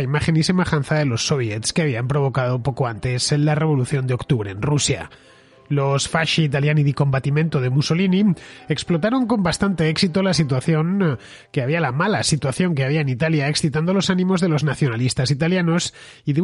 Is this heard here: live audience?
no